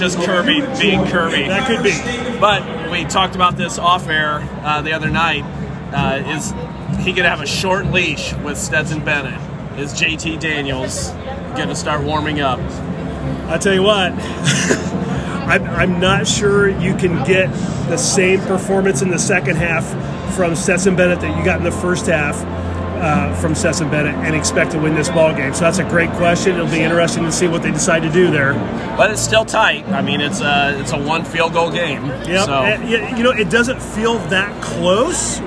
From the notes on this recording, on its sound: On location from Lucas Oil Stadium in Indianapolis for the 2022 CFP National Championship Game.